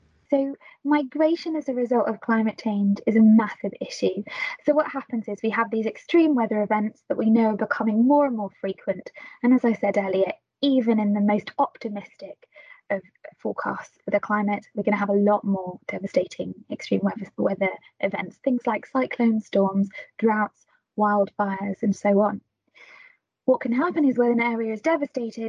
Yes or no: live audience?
no